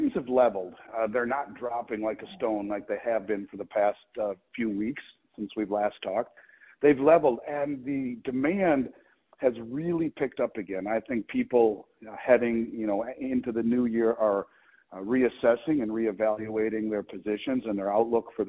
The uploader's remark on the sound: calls in from the Vancouver Resource Investment Conference